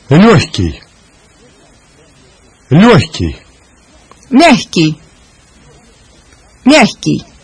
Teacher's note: A special case is the occurrence of the letter G before K. The resulting pronunciation is more like H.